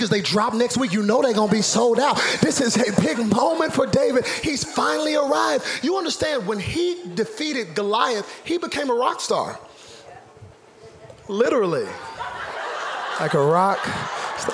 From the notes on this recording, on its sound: Zoe Church LA. Live from El Rey Theater.